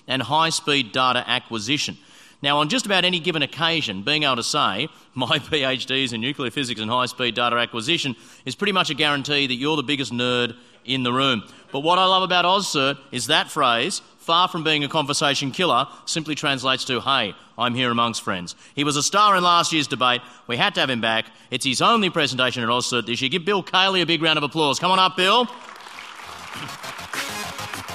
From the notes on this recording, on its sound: The following is a recording of the traditional closing event of the AusCERT event